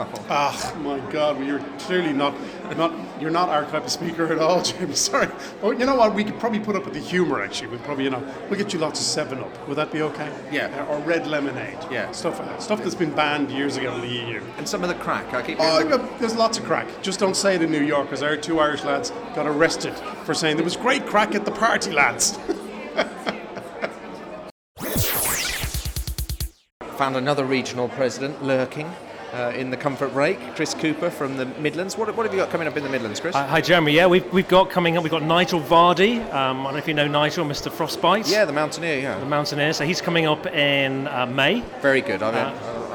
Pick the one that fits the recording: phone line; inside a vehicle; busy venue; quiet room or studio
busy venue